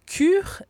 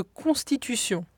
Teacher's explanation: Le premier est un palatal, bien articulé sur le sommet du palais. Et le second, vélaire, plus subtil sur le voile du palais.